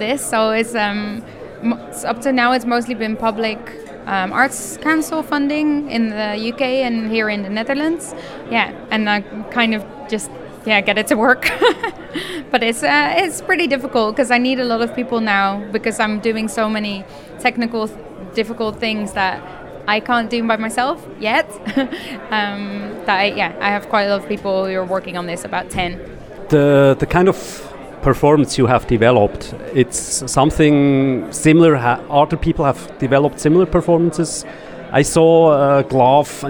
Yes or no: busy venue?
yes